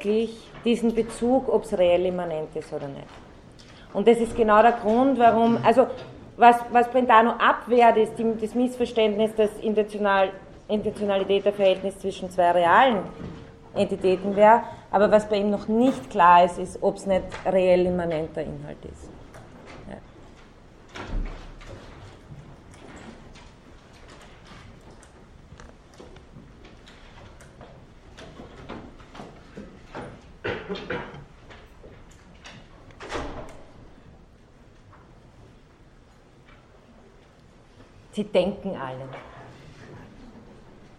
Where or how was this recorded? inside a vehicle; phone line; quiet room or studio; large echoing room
large echoing room